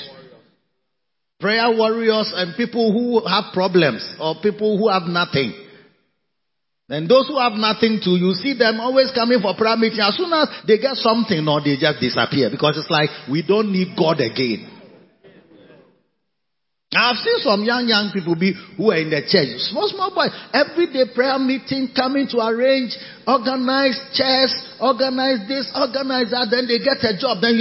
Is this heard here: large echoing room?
yes